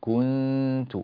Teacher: النون قرب لسانك من مخرج التاء اجعله قريبا من مخرج التاء هكذا الإخفاء كنت بهذه الطريقة بارك الله فيك وفتح عليك جزاك